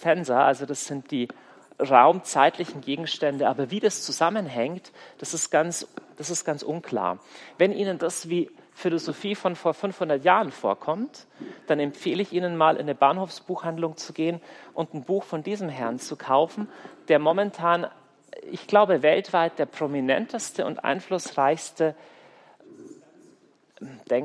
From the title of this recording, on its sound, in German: Kongress Aschaffenburg - Vortrag